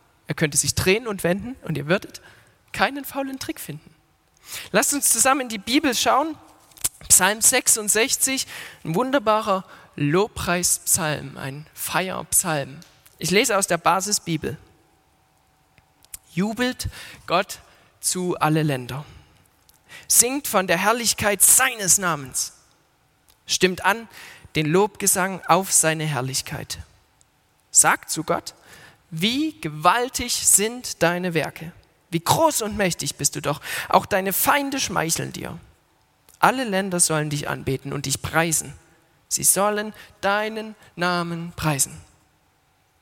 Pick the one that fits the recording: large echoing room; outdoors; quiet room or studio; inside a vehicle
large echoing room